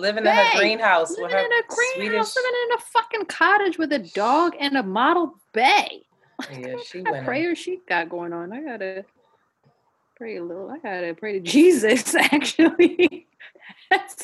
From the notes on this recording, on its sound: The audio quality is not the greatest because we had to use a zoom meeting to record.